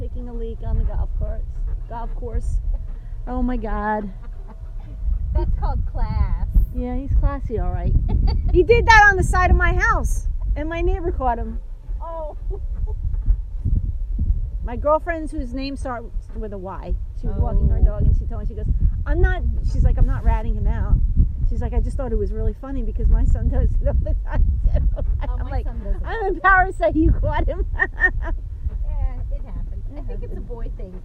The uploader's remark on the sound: record themselves while toodling around in a golf cart, trying to enjoy nature while avoiding an angry swan